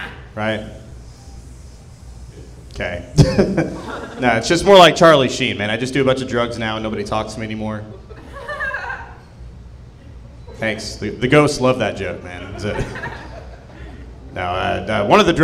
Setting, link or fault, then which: setting, live audience